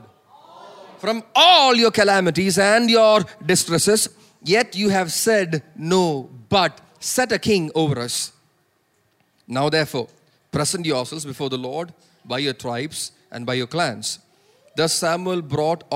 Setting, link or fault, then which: setting, large echoing room